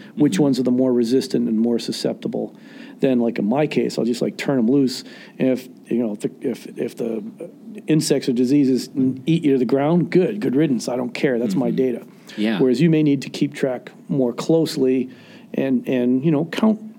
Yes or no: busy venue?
yes